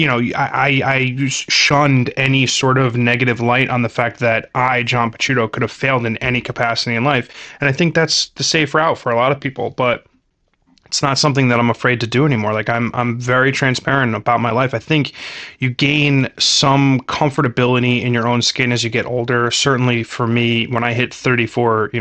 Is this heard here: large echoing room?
no